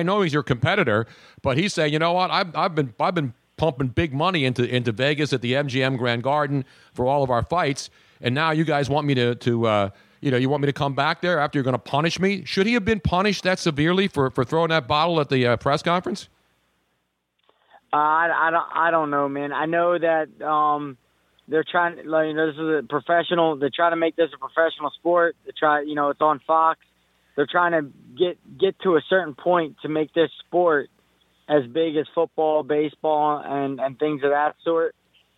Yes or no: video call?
no